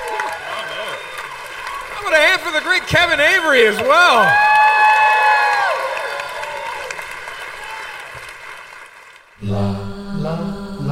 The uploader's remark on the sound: live on stage at MaxFunCon East